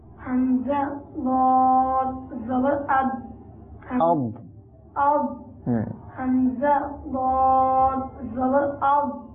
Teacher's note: প্রিয় মাদ্রাসা দর্শকবৃন্দ, আপনারা স্মরণ রাখবেন, যখন দাল সাকিন হয় তখন কলকলা করতে হয়, কিন্তু দত যখন সাকিন হবে তখন কলকলা হবে না, কেননা দত কলকলা হরফ নয়, বরং দত হরফ মুস্তালিয়ার হরফ, আর এই দতকে আমরা একটু মোটা করে পাঠ করব, দালের মতো করে পাঠ করব না